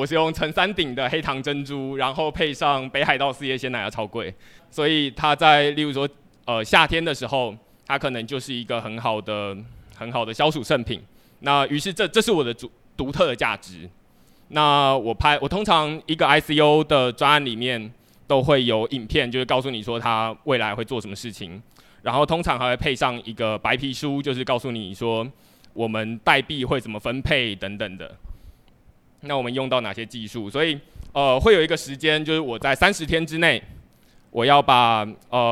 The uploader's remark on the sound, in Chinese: 這次的內容是第二場島民小聚的錄音。接著是現場問答。